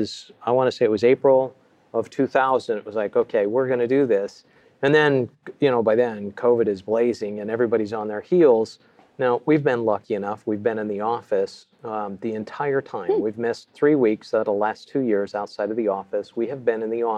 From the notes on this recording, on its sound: Live From Ignite. Live in San Antonio.